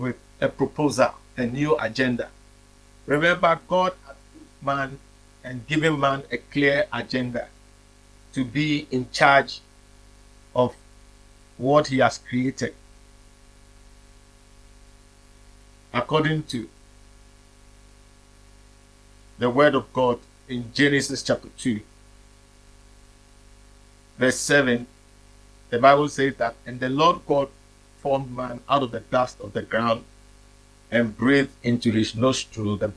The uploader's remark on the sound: preached at the Living Waters Cathedral